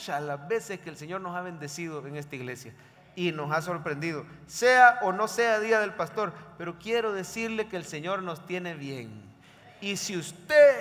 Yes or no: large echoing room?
yes